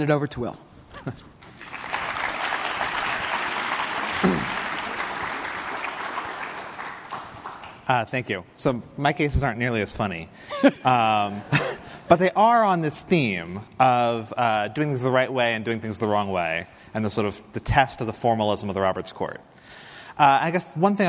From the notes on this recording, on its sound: Recorded on October 15, 2019, at The Standard Club in Chicago.